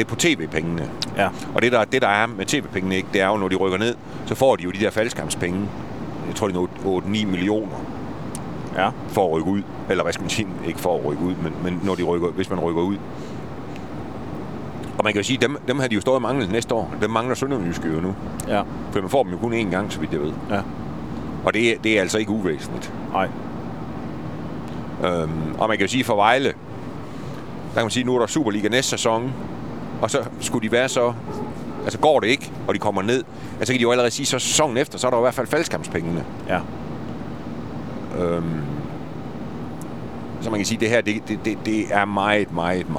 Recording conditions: inside a vehicle